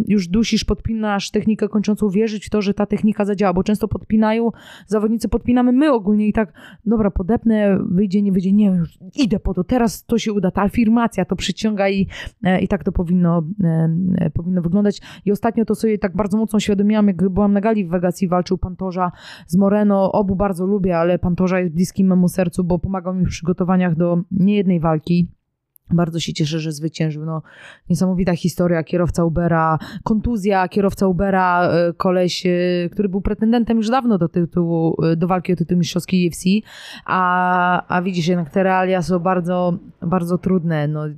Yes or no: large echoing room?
no